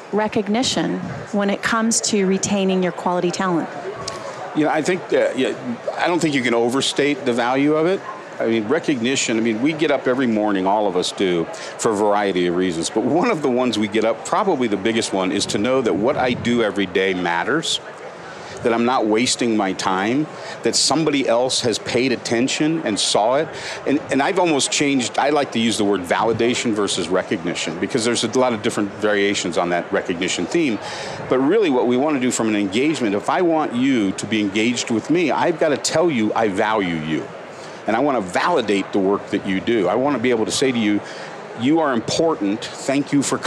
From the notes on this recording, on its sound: LIVE from Las Vegas, at #HRTechConf